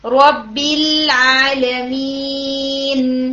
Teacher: अब यहाँ पे भी रब्बिल आलमीन, ठीक है, तो ये भी गुन्ना नाकिस है. इसमें आप ठहर नहीं रहे लेकिन आपका नून और मीम अच्छी तरह से वाजे हो रहा है